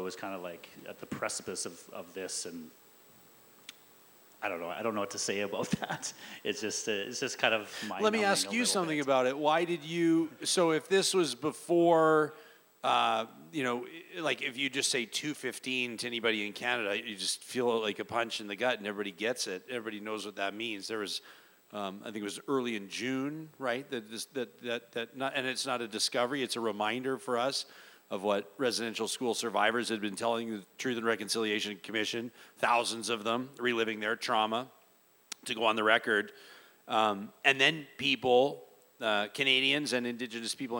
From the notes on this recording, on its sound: joined us LIVE at Arcadia Brewing